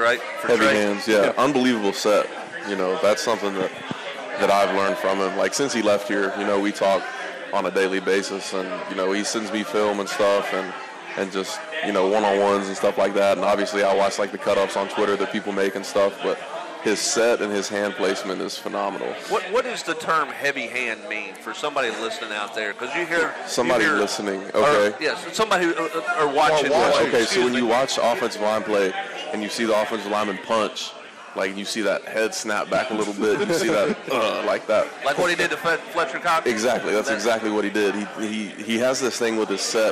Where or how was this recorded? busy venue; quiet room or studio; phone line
busy venue